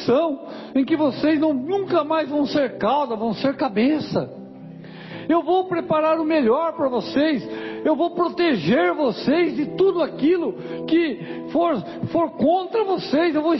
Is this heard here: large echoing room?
yes